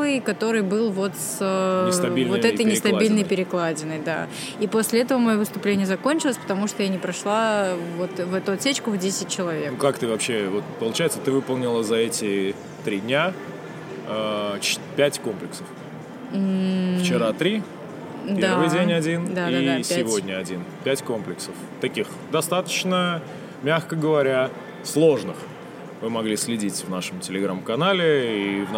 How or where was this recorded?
busy venue